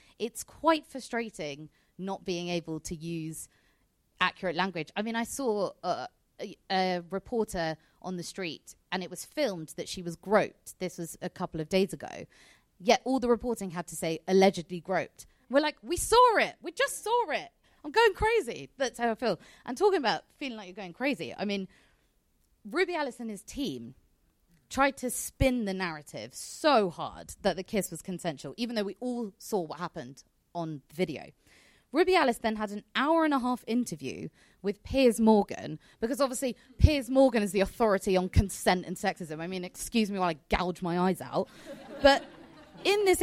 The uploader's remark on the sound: Live show! Media Storm's LIVE SHOW at London Podcast Festival!